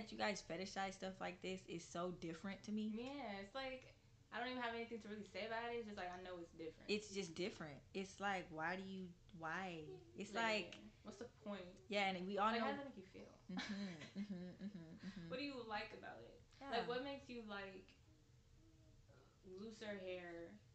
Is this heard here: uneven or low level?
yes